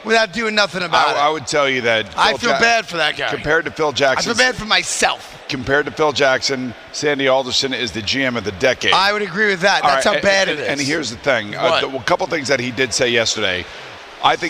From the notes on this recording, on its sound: a special show live from Grand Central Terminal